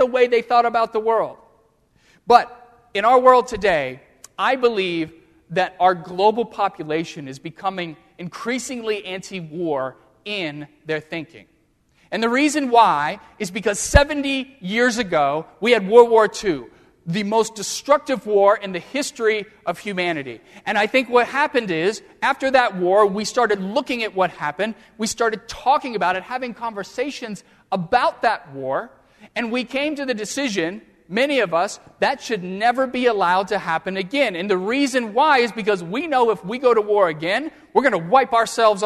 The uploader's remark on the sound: during the Crossroads service (9:30 am) on Sunday April 10, 2016, at First Presbyterian Church of Arlington Heights, Illinois